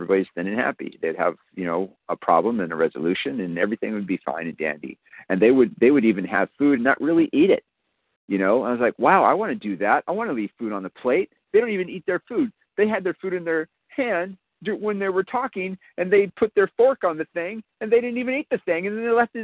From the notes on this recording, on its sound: 100 Pounders Phone Meeting